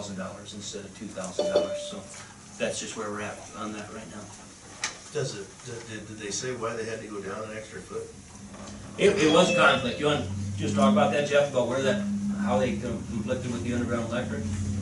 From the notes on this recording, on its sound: March 20, 2023 Lake View City Council Meeting